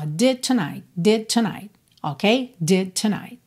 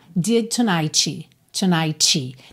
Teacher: Não tem esse I, não tem essa vogal depois, tá? · Shown in: first take · Lembra que a consoante oclusiva, ela só fecha.